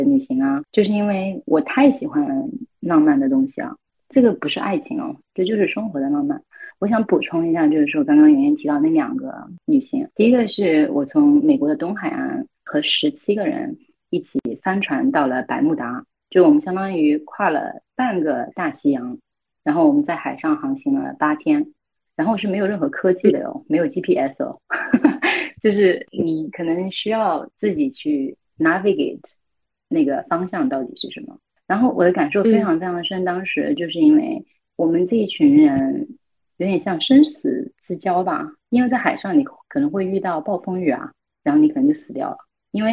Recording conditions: video call